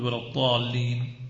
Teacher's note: مذهب الشاميين والمصريين كأنهم ينطقون الضاد كأنها دال مفخمة